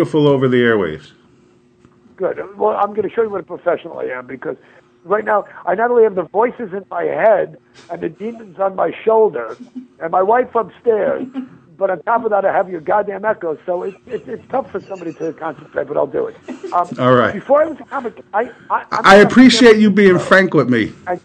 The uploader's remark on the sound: Calls to the (Let's Be Frank)